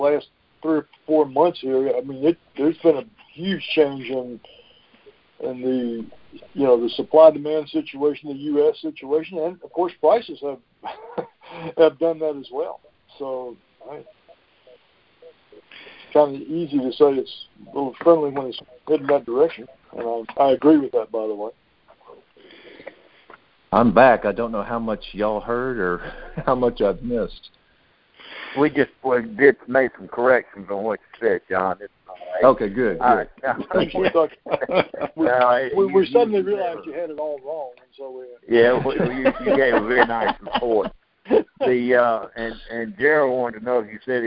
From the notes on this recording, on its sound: Monthly Conference Call On Cotton.